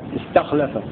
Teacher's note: وقرأ باقي القراء بفتح التاء واللام استخلف، ويبدأ لهم بكسر همزة الوصل استخلف كما استخلف، وإذا بدأوا يقولون استخلف.